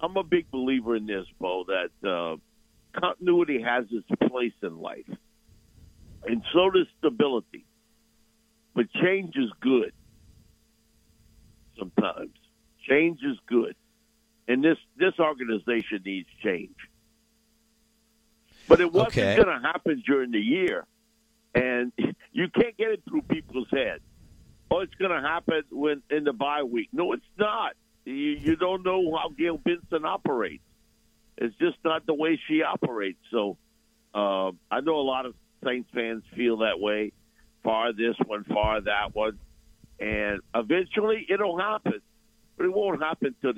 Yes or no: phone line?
yes